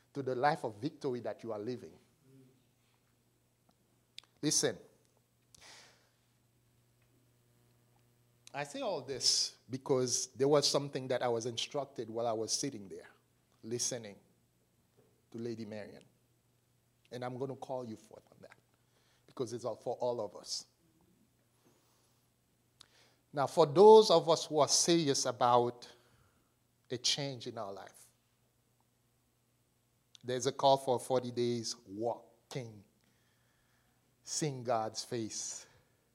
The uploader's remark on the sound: This message was delivered and recorded on March 25, 2023 at the Transformation and Equipping Center - 244 Liberty Street Brockton, MA 02301